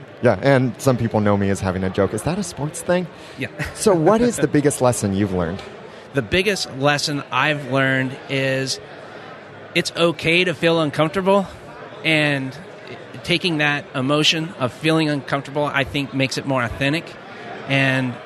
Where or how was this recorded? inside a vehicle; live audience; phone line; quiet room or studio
live audience